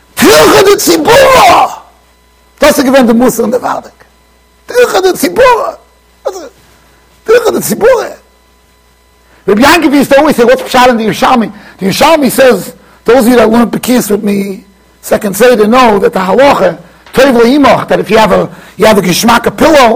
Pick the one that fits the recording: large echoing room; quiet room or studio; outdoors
large echoing room